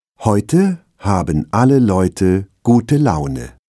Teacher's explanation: In diesem Satz haben alle Wörter zwei Silben. Die erste ist betont, die zweite nicht. · Term: Wortakzent